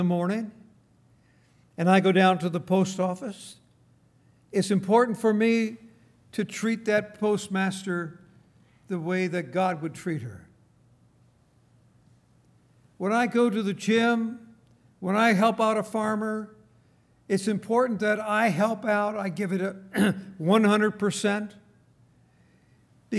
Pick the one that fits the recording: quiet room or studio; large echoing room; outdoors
large echoing room